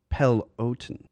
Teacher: pronounced Peloton with an emphasis on the first syllable